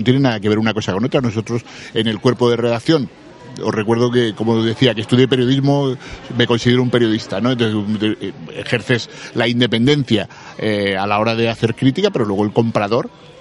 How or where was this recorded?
busy venue